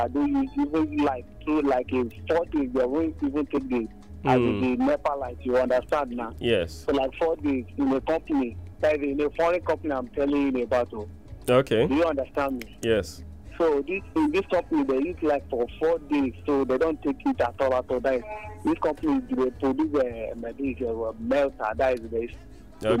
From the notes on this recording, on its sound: PHONE. Listeners also called in to give their opinions and complaints.